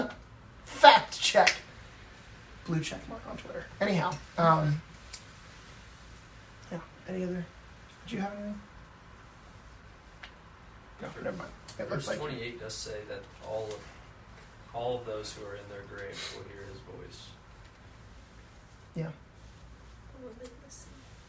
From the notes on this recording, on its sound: Please excuse the lesser quality audio